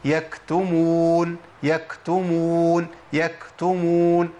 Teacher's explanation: لازم الهمس يمشي مع الكاف وهي خارجه · Term: همس الكاف